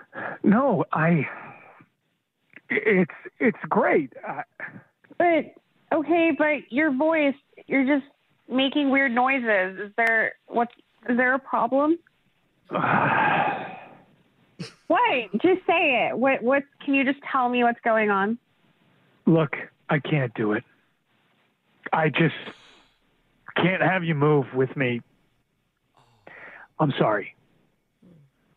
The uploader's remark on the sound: a brand new Awkward Tuesday Phone Call